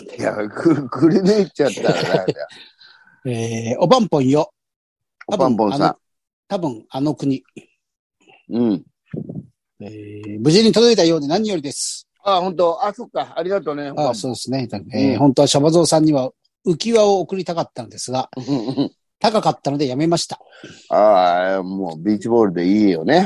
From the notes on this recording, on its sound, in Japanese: ZOOMで収録